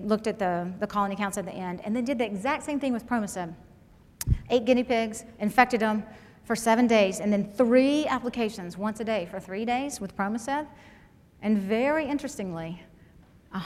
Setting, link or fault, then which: setting, live audience